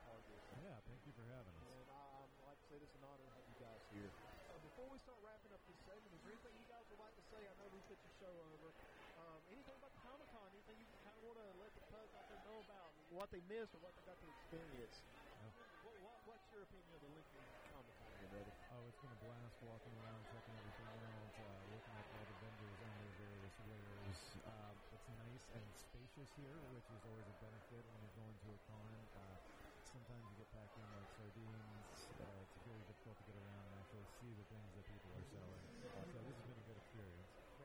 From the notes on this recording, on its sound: Live From The Be A Hero Comic Con 2019